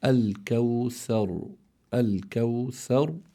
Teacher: فإذا هون عندي راء ساكنة لأجل الوقف، ما بعدها حرف مفتوح، فإذا تفخم الراء في هذه الحالة فتنطق على هذا النحو الكوثر، الكوثر بتفخيم الراء لأنها ساكنة لأجل الوقف، مفتوح ما قبلها، سكنت لأجل الوقف وما قبلها مفتوح فهي تفخم.